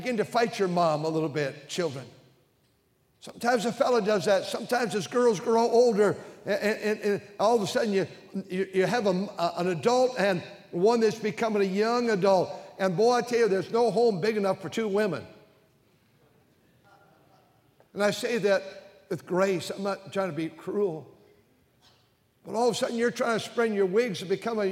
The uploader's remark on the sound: during the Sunday Evening service on March 12, 2023, at North Valley Baptist Church in Santa Clara, California